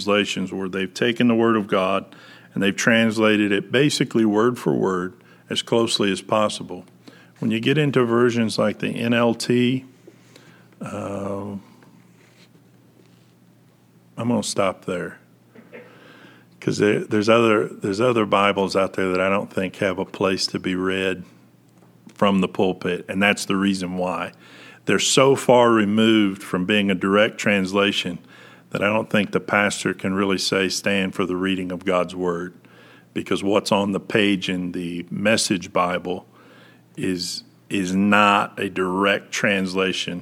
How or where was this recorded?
large echoing room